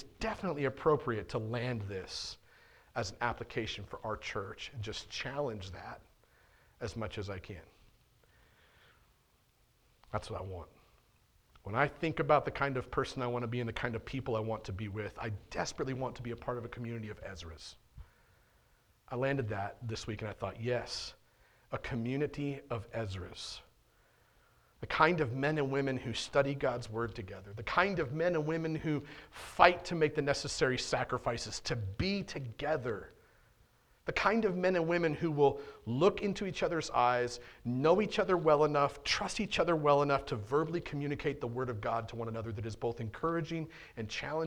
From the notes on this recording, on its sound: On February 6th, 2022 at The Well, an Acts 29 and Converge Heartland Church in Hastings, NE.